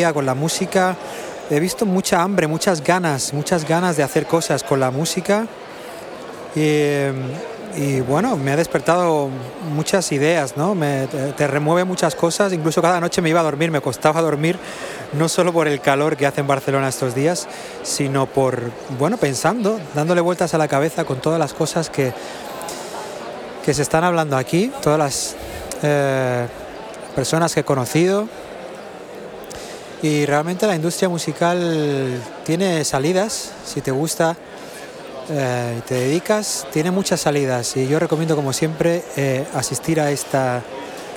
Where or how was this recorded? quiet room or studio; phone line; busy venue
busy venue